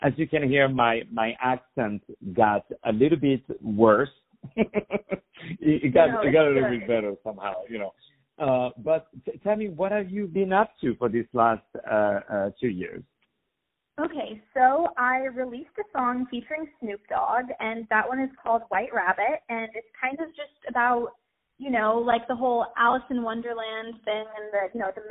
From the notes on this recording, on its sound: On the phone